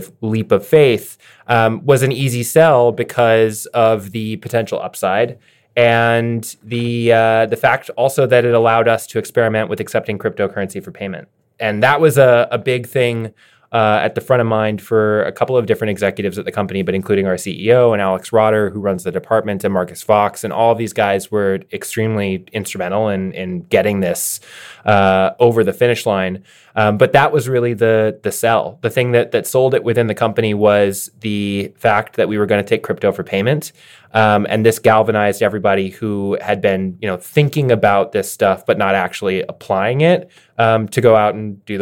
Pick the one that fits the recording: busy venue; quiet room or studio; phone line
quiet room or studio